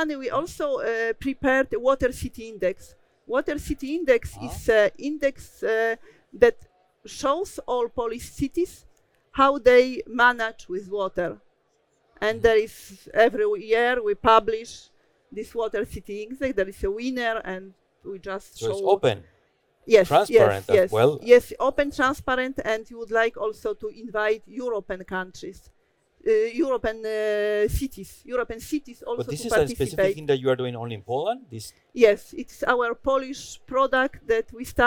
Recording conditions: busy venue